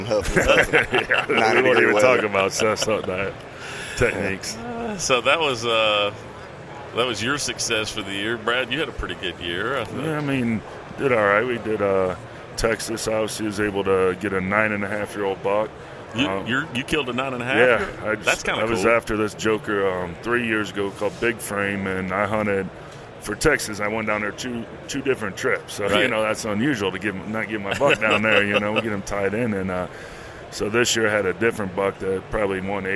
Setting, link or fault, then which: setting, busy venue